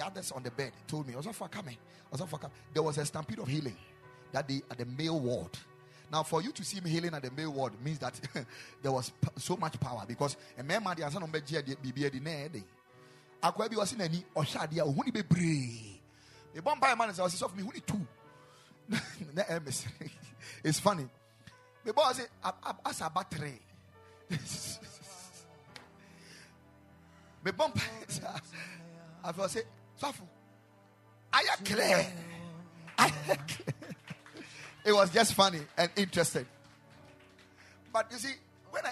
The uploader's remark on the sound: Preached at the Ekklesia Chapel